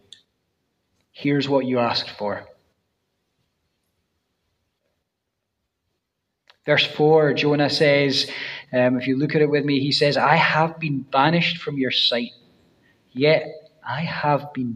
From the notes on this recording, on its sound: First preached at New City Church, Dunfermline.